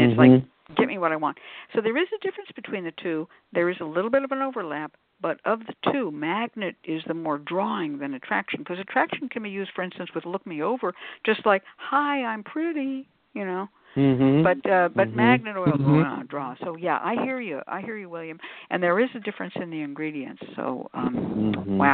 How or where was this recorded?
phone line